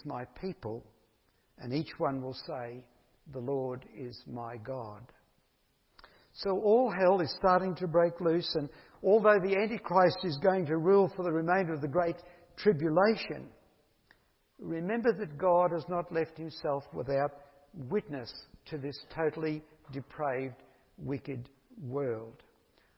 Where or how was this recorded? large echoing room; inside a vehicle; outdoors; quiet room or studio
large echoing room